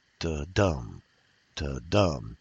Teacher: That's an iamb, or what's known as an iambic foot, is that pairing of an unaccented and accented syllable.